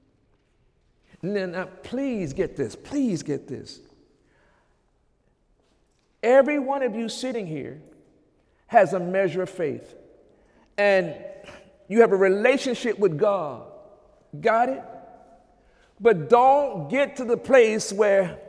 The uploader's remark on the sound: During Sunday morning service on March 5, 2017